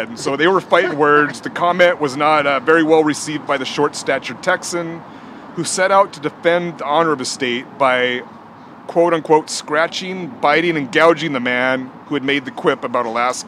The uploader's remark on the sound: Recorded live at the Waterwheel Lounge. Recorded at the Waterwheel Lounge in Ballard.